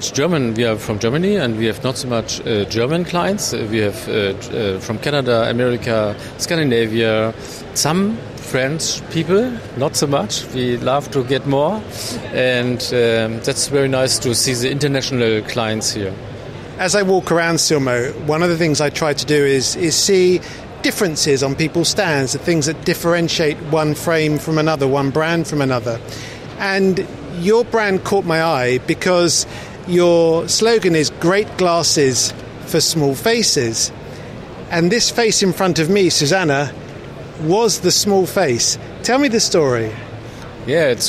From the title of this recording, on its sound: "live" from Silmo Paris 2023